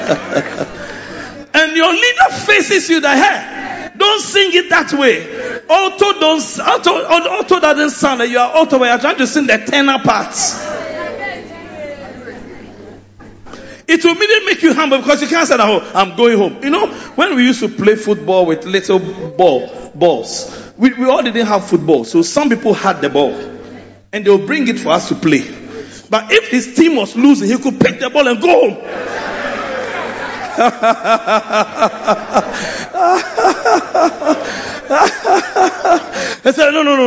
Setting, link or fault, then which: setting, large echoing room